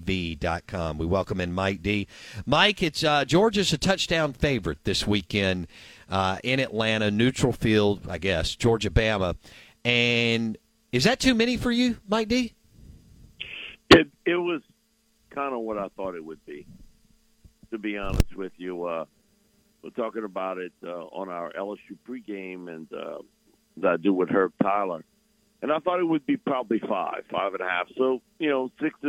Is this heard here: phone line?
yes